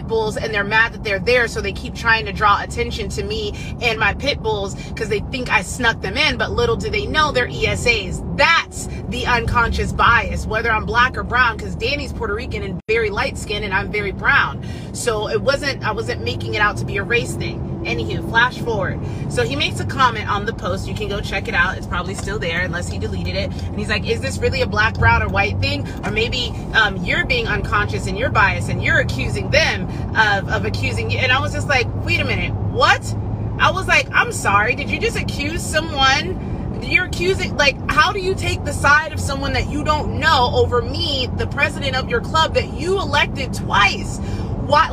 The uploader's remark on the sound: an episode that is uploaded directly from my phone from a voice memo or a live.